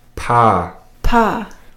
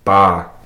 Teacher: If the P is followed by a vowel, it will mostly be pronounced as a b sound. · Shown in: second take